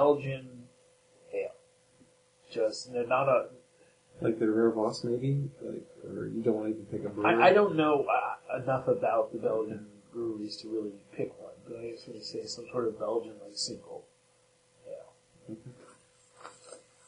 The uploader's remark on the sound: This show was a lot of fun to record, but we were hit up by the Evil future robots and the quality of the audio is not so good.